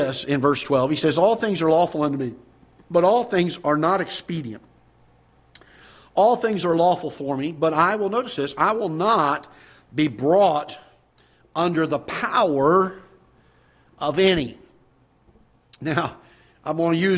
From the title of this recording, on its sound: Ketha Heights Baptist Church ~ Live Broadcast